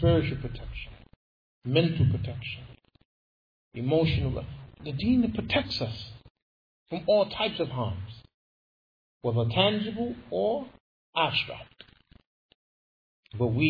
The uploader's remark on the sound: Lecture given at Masjid Nur Allah, Queens, NY